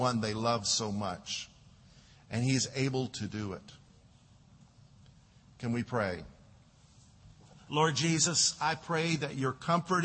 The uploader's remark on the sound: Delivered during Tabitha Harkins funeral at Lakeside Baptist Church.